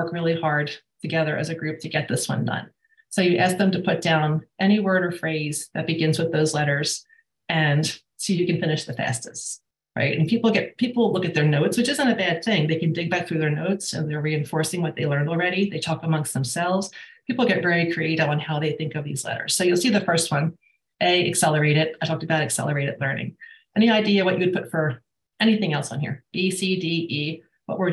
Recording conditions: video call